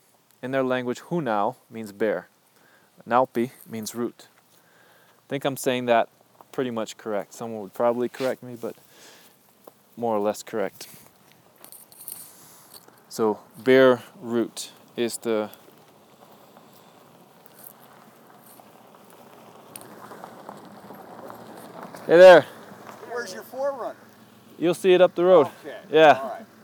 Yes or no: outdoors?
yes